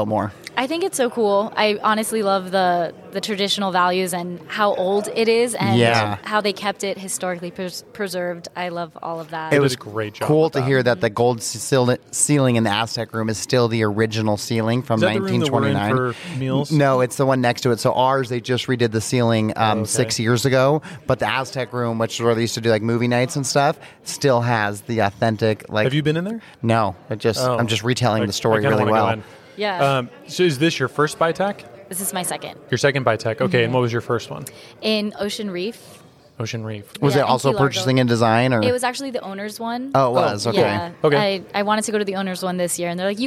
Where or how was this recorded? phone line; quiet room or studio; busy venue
busy venue